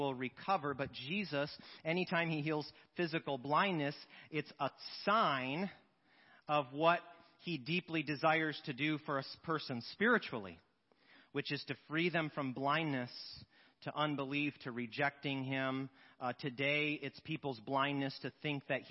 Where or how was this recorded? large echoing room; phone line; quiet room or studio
large echoing room